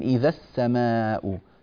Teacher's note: من الذال المفتوحة إلى السين الساكنة مباشرة، هذه الألف المكتوبة سقطت لالتقاء الساكنين، تثبت لما تقف عليها فتقول إذا، لكن إذا السماء، فتنبه لذلك.